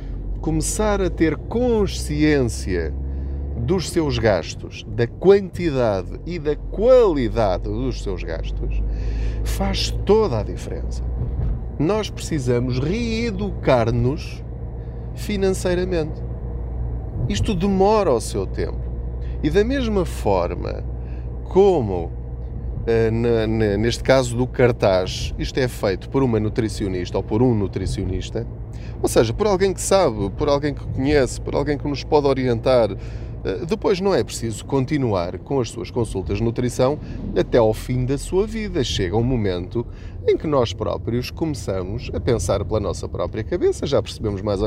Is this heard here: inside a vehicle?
yes